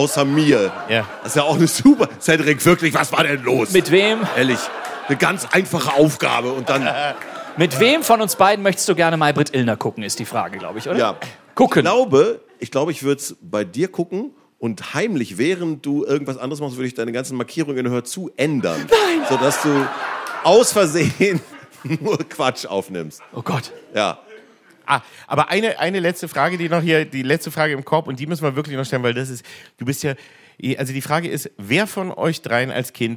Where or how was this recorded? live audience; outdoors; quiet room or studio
live audience